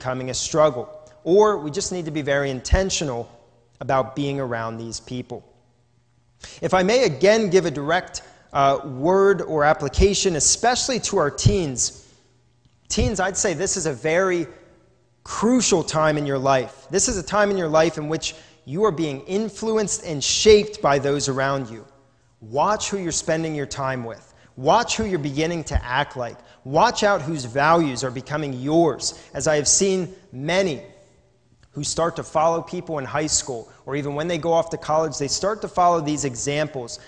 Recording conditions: large echoing room